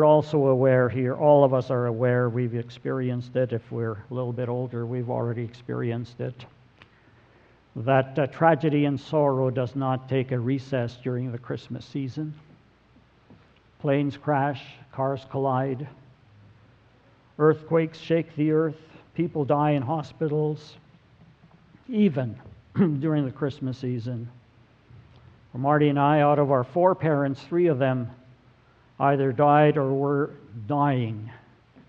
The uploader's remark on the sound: Sermon audio from November 26, 2017.